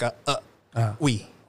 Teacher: the real technical way to pronounce it is like we, but with a glottal stop